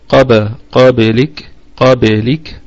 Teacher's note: طيب، من قبلك، القاف من حروف خص ضغط القذ، وهي في ثاني درجات التفخيم لأنها مفتوحة فقط. قبلك، الباء قلقلة صغرى لأنها ساكنة في وسط الكلام. قبلك، الكاف نراعي فيها الهمسة حالة الوقف.